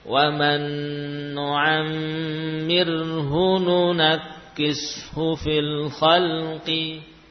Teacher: Ada tanwin, ada tasydid di atas nun dan mim, gunanya sempurna. · Term: idgham